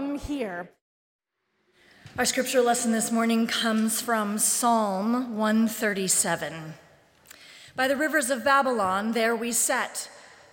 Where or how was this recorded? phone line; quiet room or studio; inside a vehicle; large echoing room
large echoing room